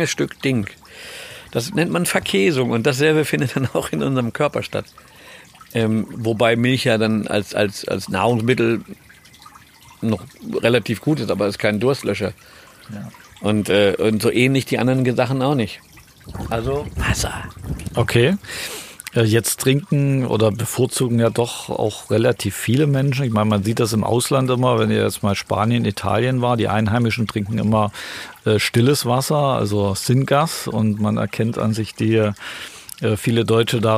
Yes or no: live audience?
no